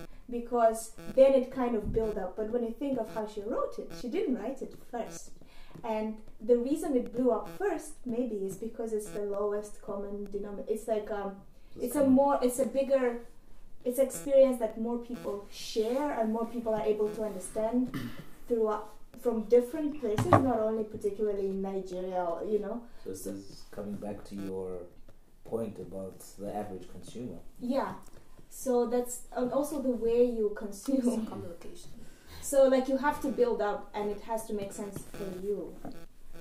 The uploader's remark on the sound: This series was recorded with the same equipment I have now but under extremely challenging conditions, I think I had recorder for a day or two and I was still learning how to use it. Excuse all the peaks and tings.